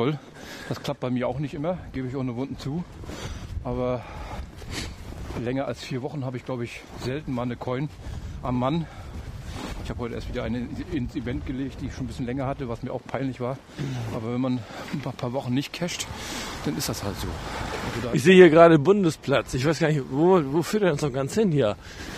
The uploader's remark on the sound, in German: Dazu reichlich Atmo aus dem öffentlichen Nahverkehr. Frisch aufgenommen bei Temperaturen wie aus dem Gefrierfach.